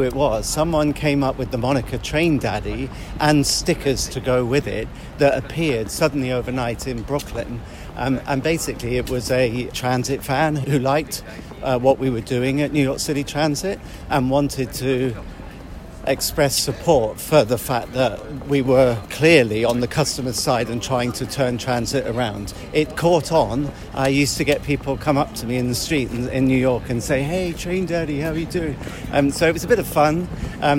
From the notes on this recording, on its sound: Now he's back in London. Takes him for a walk around the city.